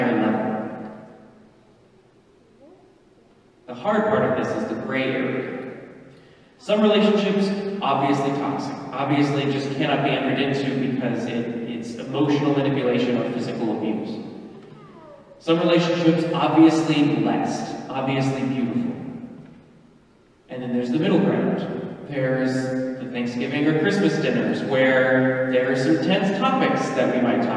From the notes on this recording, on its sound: Mass - better structure, worse sound quality.